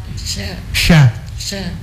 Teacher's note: Satu-satunya huruf yang memiliki sifat tafashi. Tafashi itu boros, mengeluarkan angin.